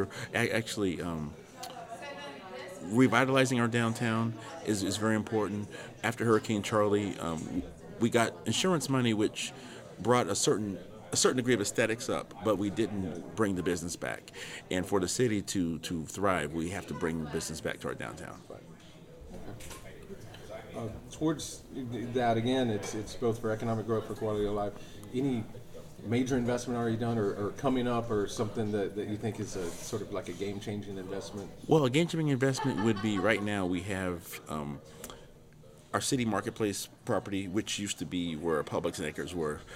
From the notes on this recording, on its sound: Took place at the Preservation on Main Street Conference in Deland, Florida, on July 28, 2022.